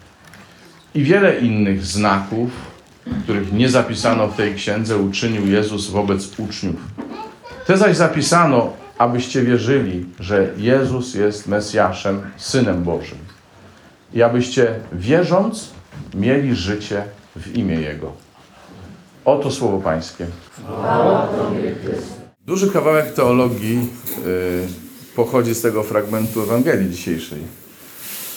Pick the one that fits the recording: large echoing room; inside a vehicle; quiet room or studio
large echoing room